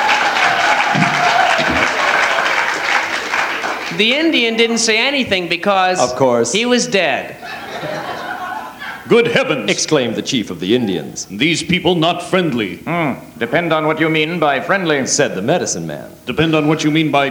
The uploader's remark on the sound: Live At The Ash Grove